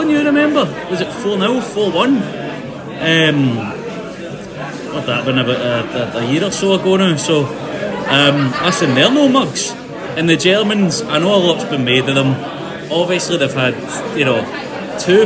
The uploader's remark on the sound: Recorded at "Magical" Molly Malones of Hope Street.